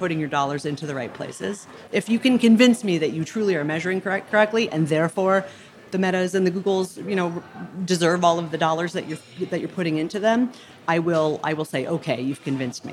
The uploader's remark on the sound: From Cannes. Coming to you live from the Cannes Lions, where the media, marketing, ad tech and creative worlds have come together for the first time in person in two years.